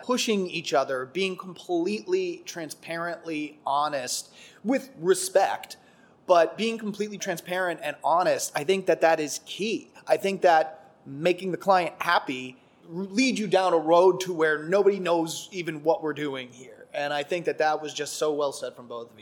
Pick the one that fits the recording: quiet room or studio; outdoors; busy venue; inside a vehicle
busy venue